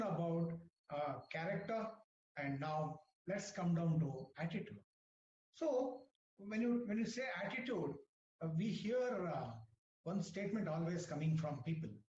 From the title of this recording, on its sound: WEBINAR AUDIO RECORDING